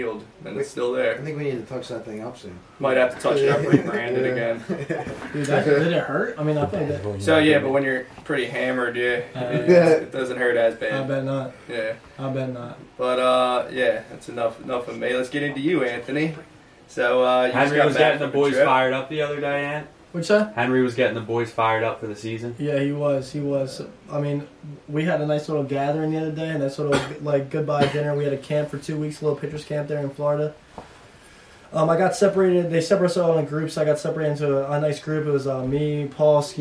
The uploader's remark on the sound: Some technical difficulties with the audio